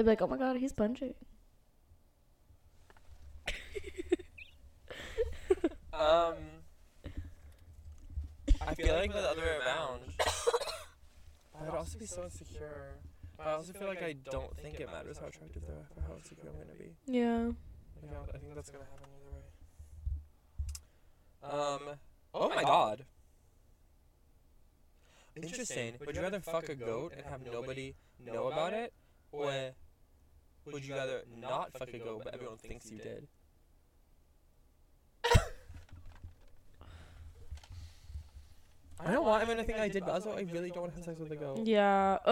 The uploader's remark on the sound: Car Cam. We get McDonalds in the car. People walking around us.